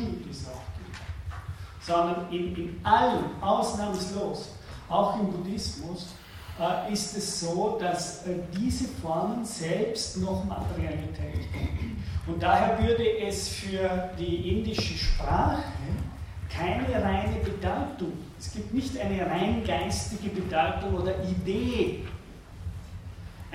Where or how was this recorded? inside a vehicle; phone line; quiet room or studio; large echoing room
large echoing room